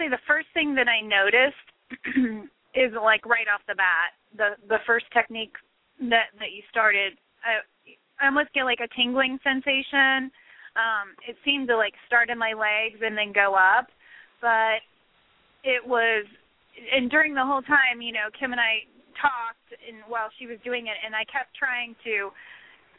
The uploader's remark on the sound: We will be taking LIVE callers